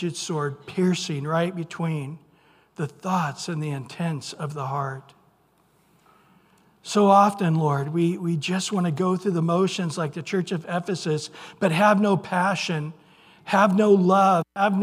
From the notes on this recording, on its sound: Recorded at Calvary Chapel of Los Alamitos